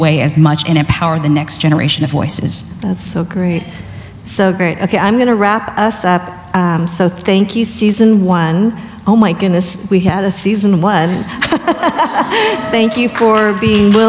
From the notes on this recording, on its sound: SIH Live Event recording 2020.